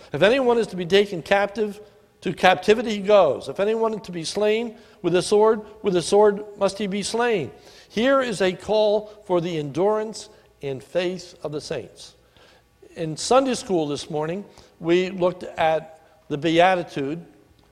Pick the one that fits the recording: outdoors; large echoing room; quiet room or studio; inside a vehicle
large echoing room